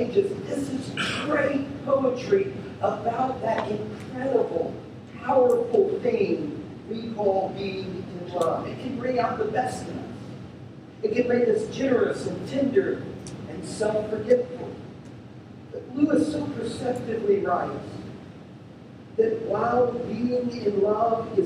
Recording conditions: poor sound quality